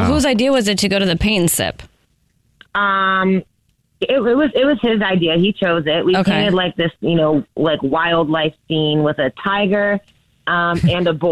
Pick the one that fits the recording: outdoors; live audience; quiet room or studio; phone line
phone line